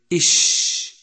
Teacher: تباعد اللسان عن الحنك الأعلى حتى يخرج الهواء من بينهما عند النطق بحرف من حروف الانفتاح، كما تجد ذلك عند لفظك · Term: صفة الانفتاح